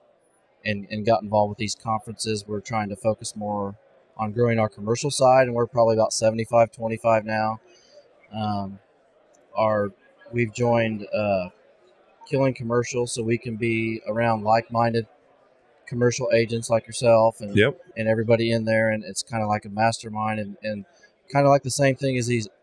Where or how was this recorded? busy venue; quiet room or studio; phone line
busy venue